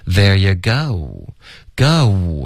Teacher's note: 是一个双元音，OK，别用一个中式的 go 的这个音代替它